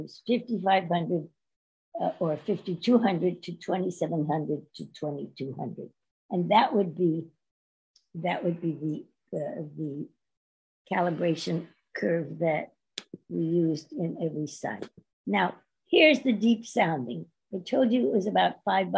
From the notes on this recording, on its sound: This panel was part of the virtual 2021 REECAS Northwest Conference. Is organized by the Ellison Center for Russian, East European, and Central Asian Studies at the University of Washington, Seattle.